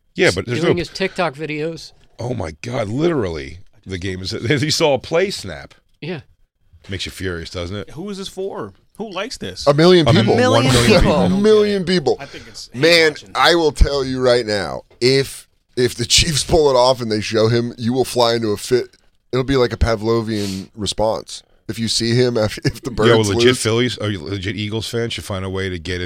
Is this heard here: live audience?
no